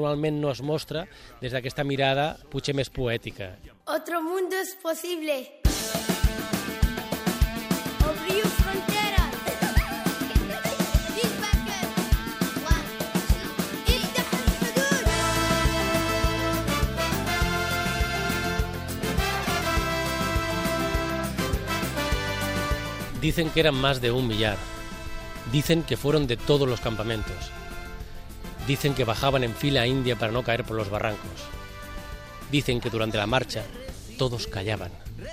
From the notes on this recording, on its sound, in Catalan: Passegem per l'Espai Consciència del Festival Clownia